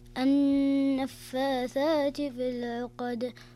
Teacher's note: إذا وقب ومن شر النفاثات في العقد طيب النون قلنا أن النون المشددة يكون الحكم فيها غنة بمقدار حركتين